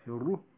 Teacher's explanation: بكسر الفاء بعدها الياء ساكنة ثم الراء المشددة المضمومة بعدها الهاء